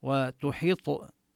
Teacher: ينبغي أن ننتبه لكسر الحاء ولقلقلة الطاء